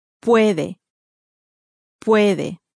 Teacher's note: the emphasis placed clearly on the penultimate syllable, the next to last syllable, which here also happens to be the first